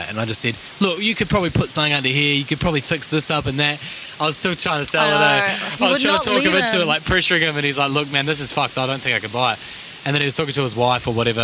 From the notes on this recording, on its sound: Bouncing over boulders we traverse through a river way for the perfect podcast setting (ambient sound involved). In the Blistering North Queensland heat we sit down to chat.